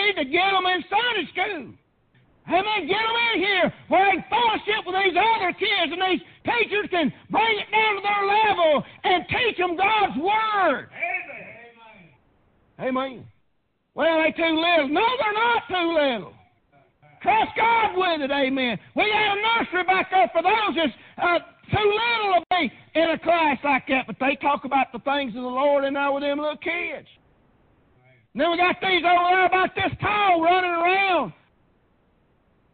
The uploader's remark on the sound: Preached on Father's day at Prayer Baptist Church.